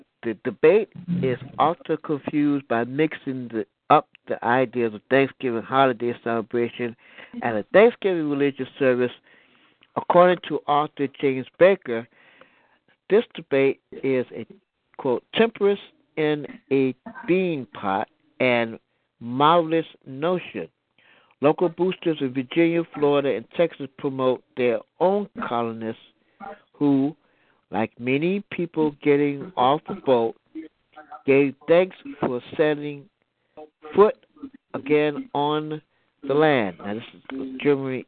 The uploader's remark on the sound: Your phone calls.